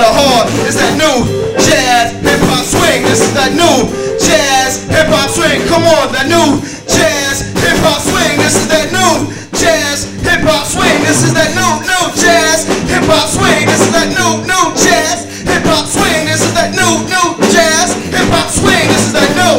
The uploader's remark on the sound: Mahogany Urban Poetry Series. Open Mic 6-15-2016 Wednesday Hosted by NSAA.